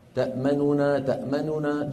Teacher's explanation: 3 أحرف غنة متتالية متحركة